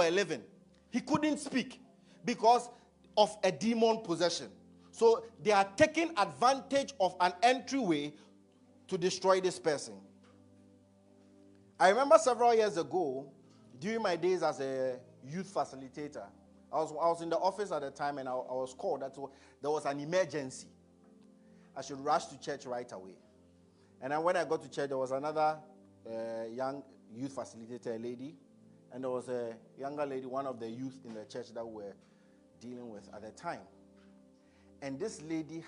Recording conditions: large echoing room